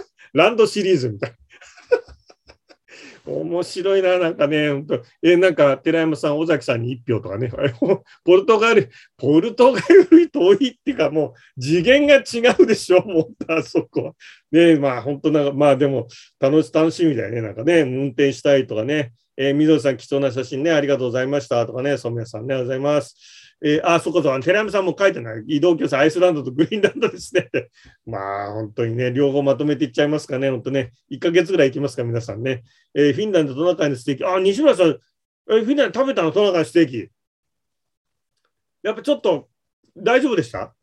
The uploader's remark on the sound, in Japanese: ZOOMで開催しますので、視聴者の皆さんと一緒にやりとりしながら双方向で番組を進めてまいります！